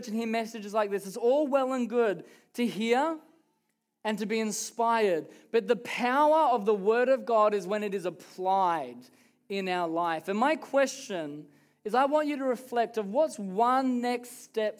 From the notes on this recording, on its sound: Recorded during our Melbourne East service on Sunday, the 12th of November 2023.